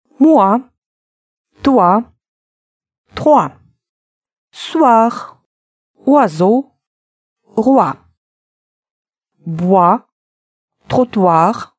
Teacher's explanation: Буква сочетания ОИ нарушает, как вы видите, все законы здравого смысла. Вот вопреки всему, перед вами звук УА.